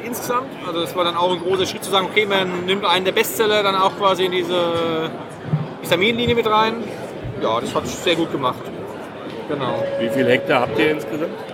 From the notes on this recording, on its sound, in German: ProWein Special. Live von der weltgrößten Weinmesse „ProWein“.